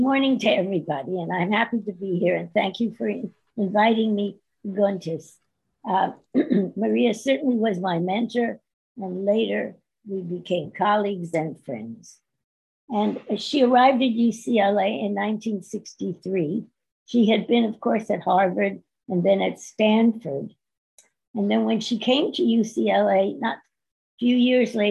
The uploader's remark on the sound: This panel was part of the virtual 2021 REECAS Northwest Conference. Is organized by the Ellison Center for Russian, East European, and Central Asian Studies at the University of Washington, Seattle.